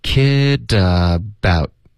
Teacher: don't 的特省略，don't kid 跟 about 要连读，所以就变成 kidabout